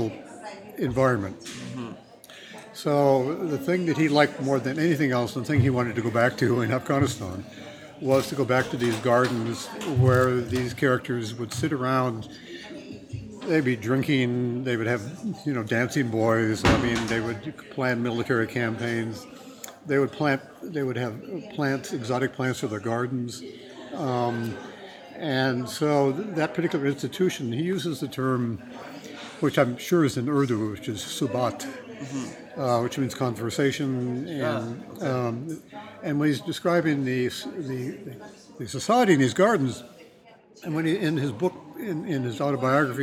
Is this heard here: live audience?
yes